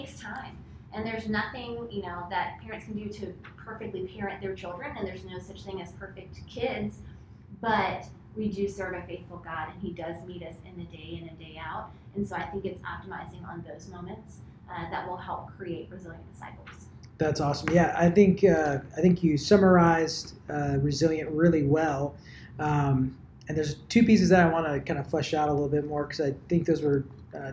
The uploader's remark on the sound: Our apologies for the sound quality of this episode!